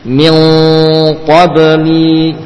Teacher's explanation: Qaf dengan inghilaq, yakni betul munghaliq, mughlaq, jalannya tertutup, terkunci pada lidah, kemudian melewati khayshum, melewati rongga hidung · Term: ikhfa